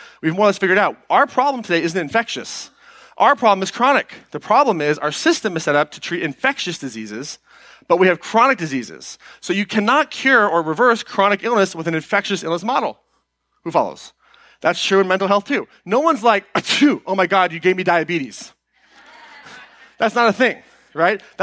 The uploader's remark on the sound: Today’s episode is an excerpt taken from Live Your Purpose Miami 2020.